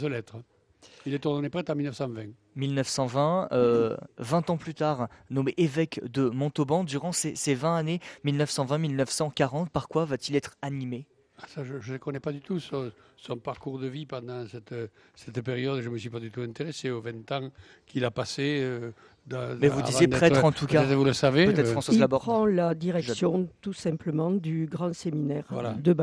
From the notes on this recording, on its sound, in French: en direct du lycée Théas